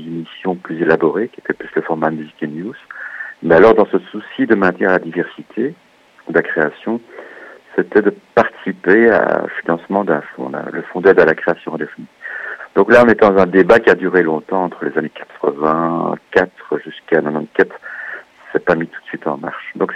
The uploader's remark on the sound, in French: Nous recevons par téléphone le directeur de l' Atelier de Création Sonore Radiophonique.